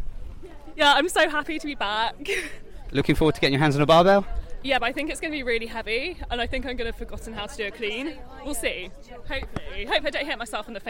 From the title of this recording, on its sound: Reporting live from the reopening of CrossFit Bath